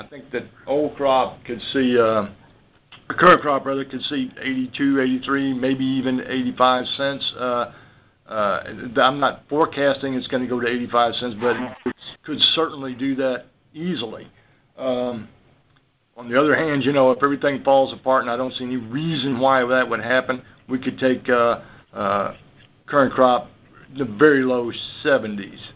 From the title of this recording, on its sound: Monthly Conference Call